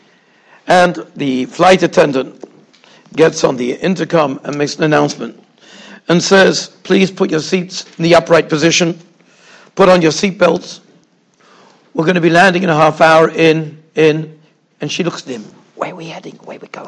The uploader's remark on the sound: Shiur recorded in Yeshivas Ohr Reuven, Monsey, NY.